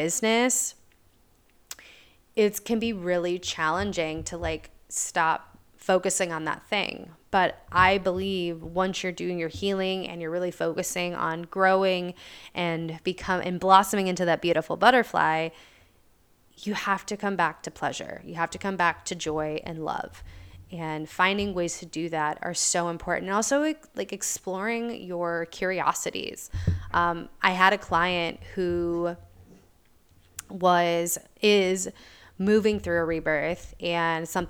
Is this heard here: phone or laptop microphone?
no